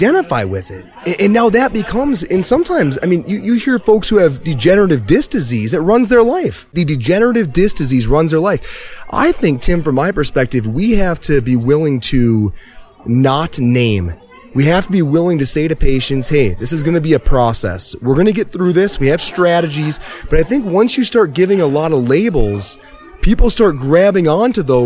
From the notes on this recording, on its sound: on location in Windsor, CO at High Hops Brewery!